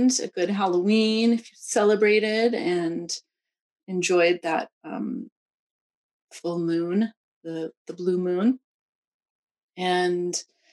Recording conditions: video call